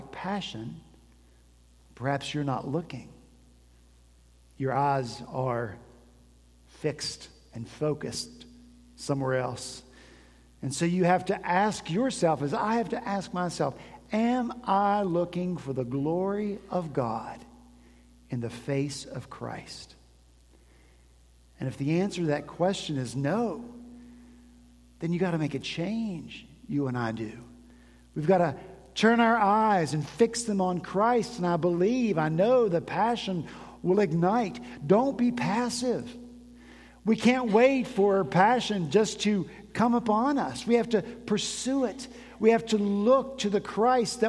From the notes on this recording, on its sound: At Redeemer Presbyterian Church in Charleston, SC